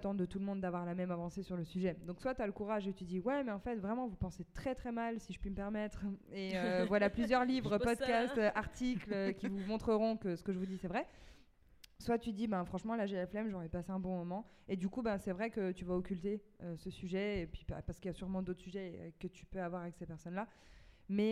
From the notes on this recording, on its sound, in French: Cet épisode a été enregistré en public, lors du festival "Sans Oui C'est Non" en octobre 2022 à Strasbourg.